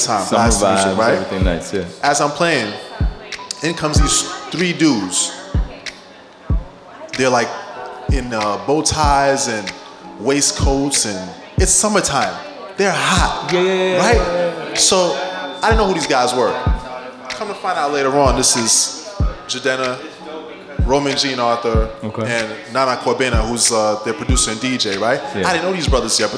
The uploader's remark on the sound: broadcast live on September 21, 2015 from the storefront of Meridian 23 music bar